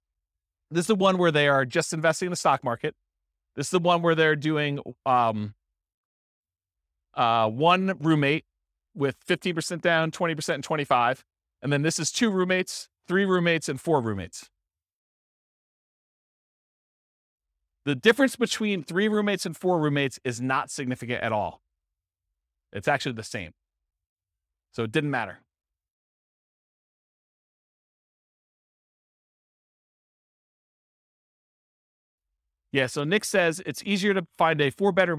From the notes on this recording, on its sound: This was a live class recorded.